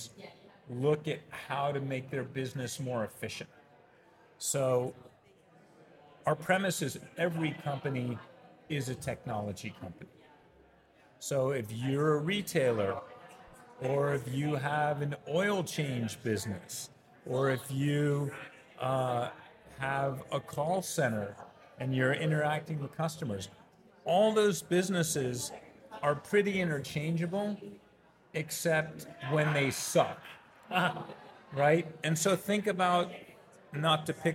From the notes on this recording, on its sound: Special podcast series previously hosted LIVE from the EsportsNext 2023 conference.